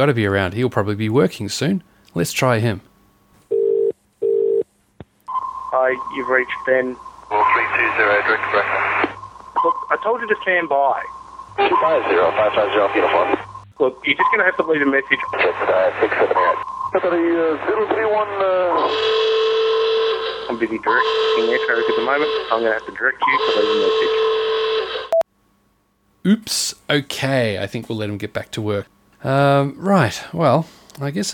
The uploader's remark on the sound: make some phone calls to get help from the rest of the PCDU team